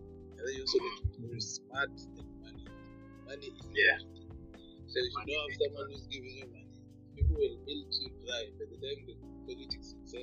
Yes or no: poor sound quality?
yes